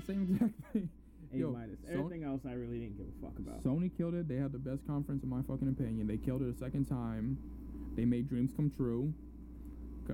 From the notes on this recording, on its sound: sorry about the audio